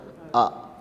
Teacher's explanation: എന്നാൽ തെഹ്ഖീഖ് എന്ന് പറയുമ്പോൾ കൃത്യമായി താഴെ തൊണ്ടയിൽ നിന്നും മഖ്റജിൽ നിന്ന് തന്നെ ഉച്ചരിക്കുന്നതാണ് അ